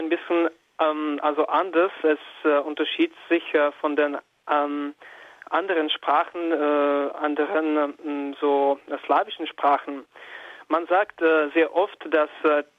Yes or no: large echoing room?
no